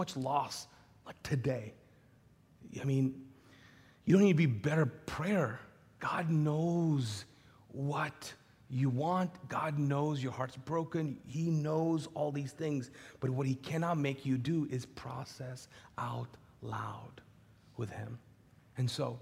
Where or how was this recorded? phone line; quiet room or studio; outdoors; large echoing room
large echoing room